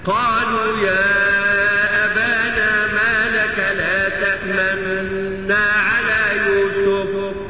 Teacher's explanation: ضم الشفتين مقترنا بنطق النون · Term: الاشمام